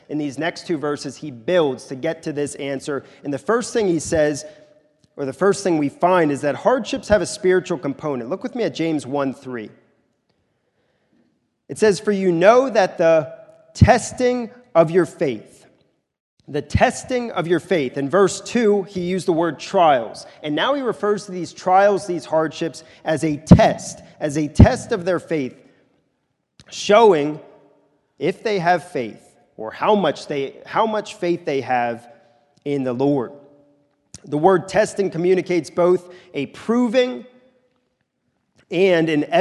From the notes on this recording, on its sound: This is a sermon recorded at the Lebanon Bible Fellowship Church in Lebanon, PA during the morning service of 1/7/2024